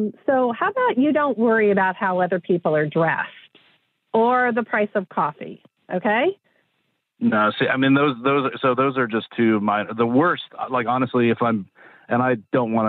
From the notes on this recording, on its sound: We’ll try to help with a brand new Awkward Tuesday Phone Call!